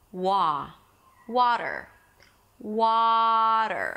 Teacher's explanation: you open your mouth wide into an ah as in father vowel